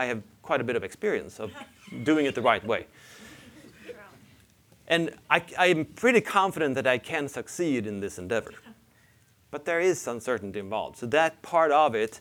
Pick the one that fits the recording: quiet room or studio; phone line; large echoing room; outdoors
large echoing room